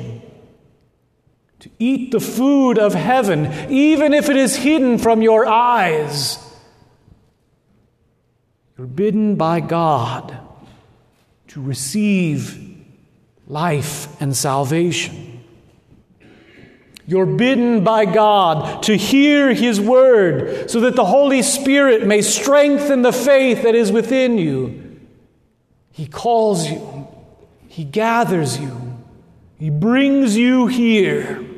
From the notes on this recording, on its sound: At Good Shepherd Lutheran Church Lincoln NE.